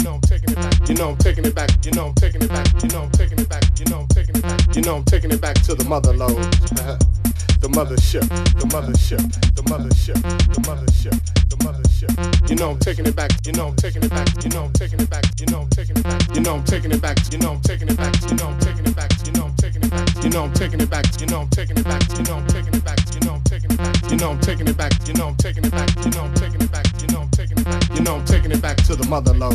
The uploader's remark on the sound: The recording of my set from Rainbow Serpent 6-8pm Market Stage 26/01/2018. The recording of my set from Rainbow Serpent 6-8pm Market Stage 26/01/2018.